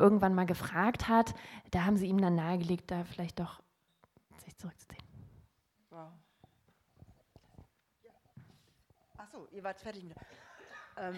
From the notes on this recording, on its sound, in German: Heute haben wir ein ganzes Theater voll. Den Livemitschnitt einer Podiumsdiskussion aus dem Orangerie Theater.